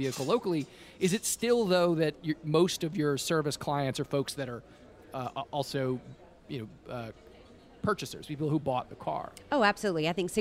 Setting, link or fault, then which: setting, busy venue